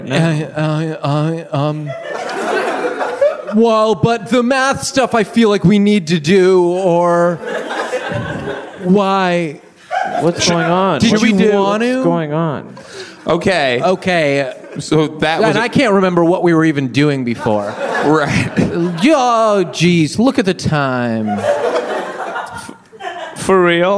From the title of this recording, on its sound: Live at UCB Sunset